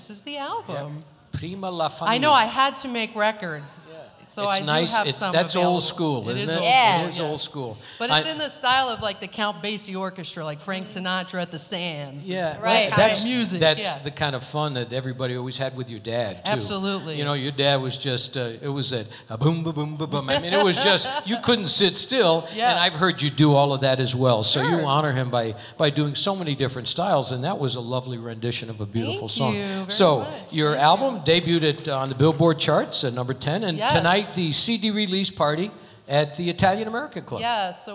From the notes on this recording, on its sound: Live at the South Point Casino.